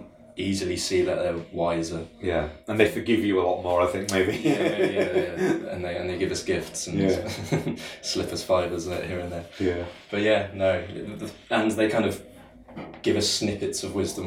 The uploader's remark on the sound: A raft of interviews recorded a Filmstock12 , the Luton film festival. Today's episode features a raft of interviews recorded a Filmstock12 , the Luton film festival.